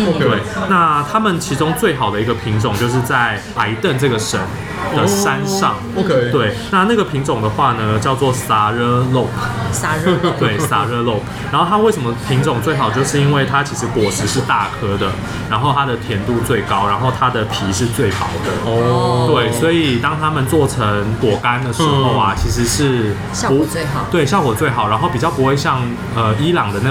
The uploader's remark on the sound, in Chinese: 本集白噪音指數：柔風級 3/5。錄音地點： 伊茲密爾土耳其廚房 Izmir Turk Kitchen。